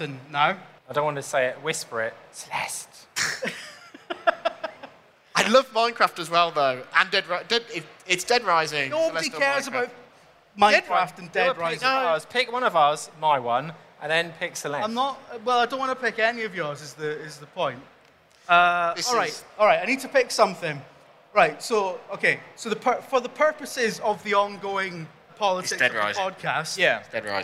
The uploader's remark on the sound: We decided to ask it for our first ever live podcast, recorded at EGX London earlier this year, with an open mic for members of the audience to chime in with their suggestions.